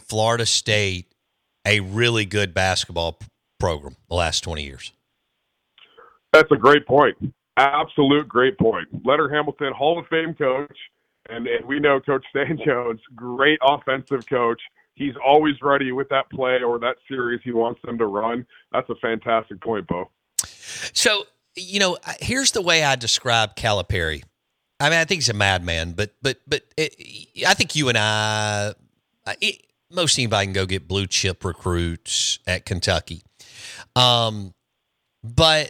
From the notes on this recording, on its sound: On the Farm Bureau guest line. Now live in the BankPlus Studio.